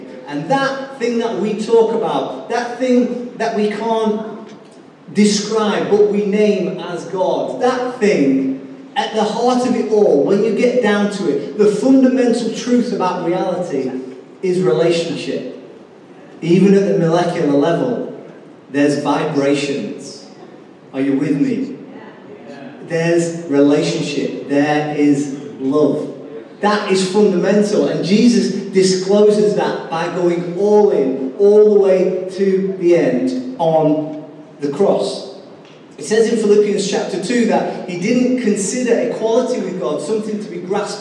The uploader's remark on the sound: Recorded live at Life Church on Sunday 21st April 2019.